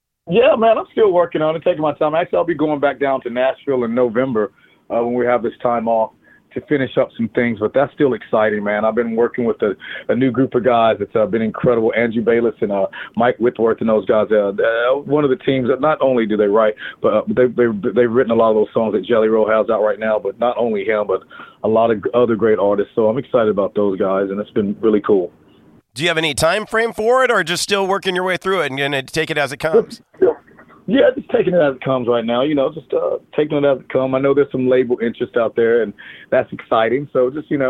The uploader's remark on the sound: called